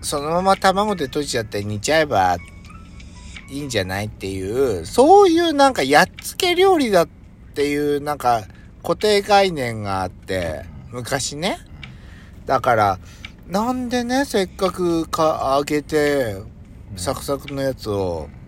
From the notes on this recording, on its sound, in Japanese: パーキング収録